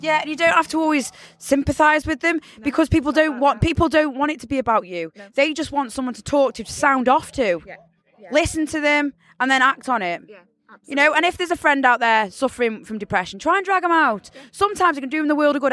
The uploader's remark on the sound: Sav Fest 2023. On the closing night of the festival, courtesy of half an umbrella keeping the rain off us...well as best as it could!